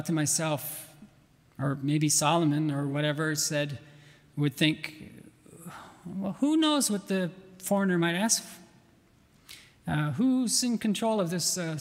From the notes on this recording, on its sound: at the 2022 RBC missionary conference